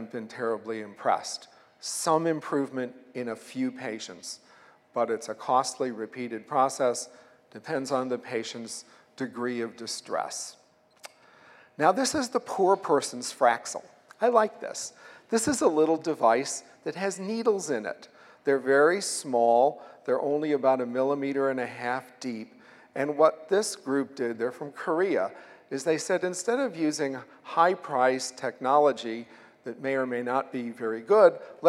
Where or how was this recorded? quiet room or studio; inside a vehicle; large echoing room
large echoing room